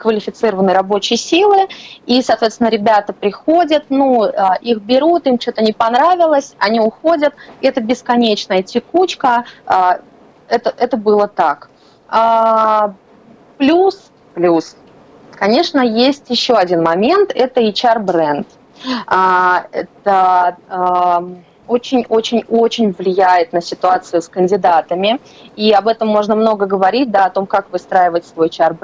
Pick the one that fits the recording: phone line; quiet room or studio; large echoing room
phone line